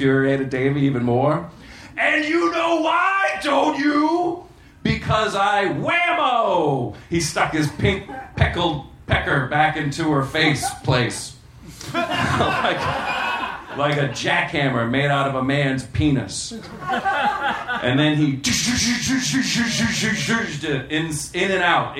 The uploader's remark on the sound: At The Virgil in Los Angeles.